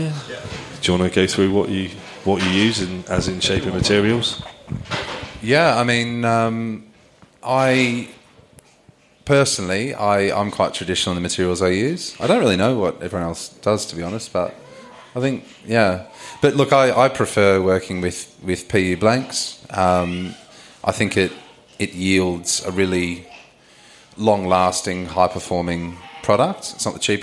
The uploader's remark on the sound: On this episode we host a Q&A at the Bristol Surf Expo.